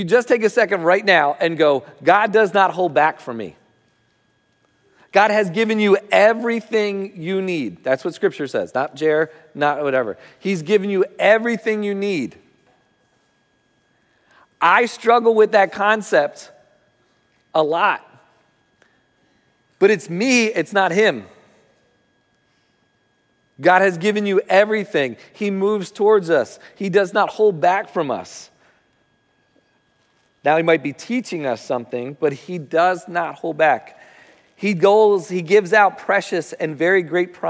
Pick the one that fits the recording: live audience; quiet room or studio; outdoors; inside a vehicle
live audience